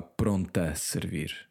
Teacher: And because there's an A after that pronto, you join both of those vowels, the O and the A, and actually you kind of drop the O at the end of pronto. So it becomes, if you say quickly, which people do, it will become a pronta servir.